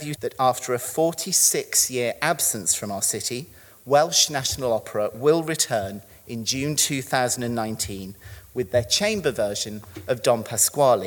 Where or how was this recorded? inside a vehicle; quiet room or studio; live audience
live audience